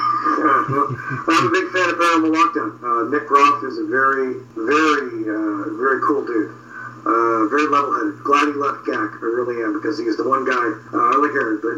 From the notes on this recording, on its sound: Had some audio difficulties but it was weird I have a paranormal guy on and we get some weird things happen.